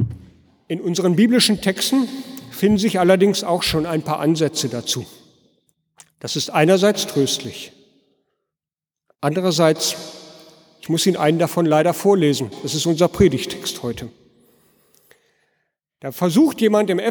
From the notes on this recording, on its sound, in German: Gottesdienst am Fest der Heiligen Dreifaltigkeit. In der Martin-Luther-Kirche in Detmold.